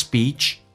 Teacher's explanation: best speech 长元音嘴角咧到极限